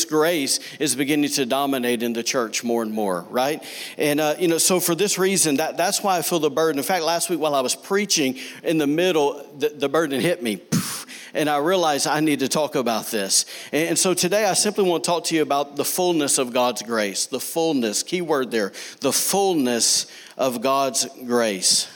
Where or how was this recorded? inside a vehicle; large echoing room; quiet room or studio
large echoing room